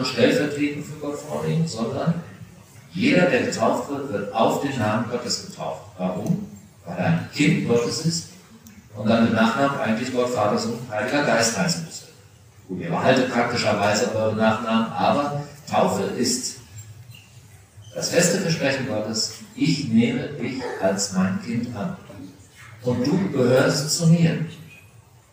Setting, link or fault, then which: setting, large echoing room